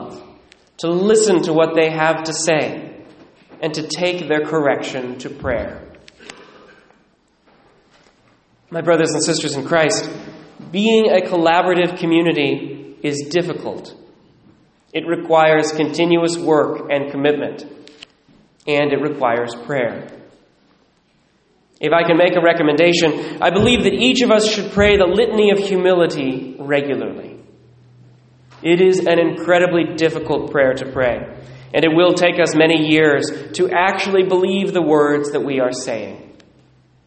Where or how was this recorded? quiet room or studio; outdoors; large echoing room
large echoing room